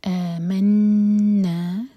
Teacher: آمنا، دو حرکہ، مد بدل ہے. آمنا، نون پر غنہ اور میک شیور کہ نا دو حرکہ کیجیے، ساتھ میں الف ہے.